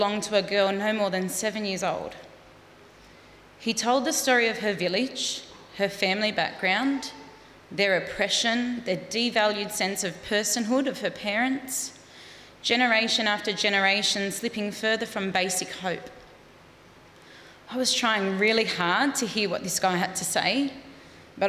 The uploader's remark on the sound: Live Studio Audience